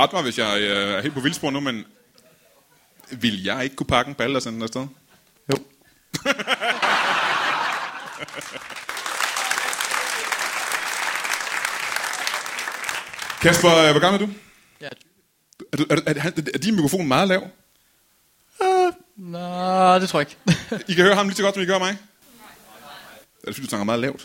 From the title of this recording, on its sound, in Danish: LIVE fra Fermaten i Herning